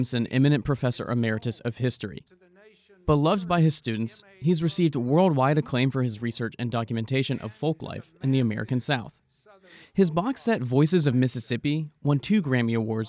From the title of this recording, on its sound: The sounds of Winter Commencement